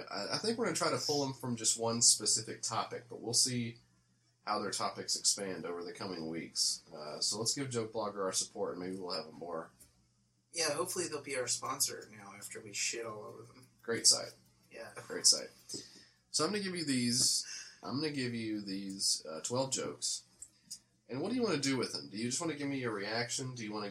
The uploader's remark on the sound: The audio may be screwed up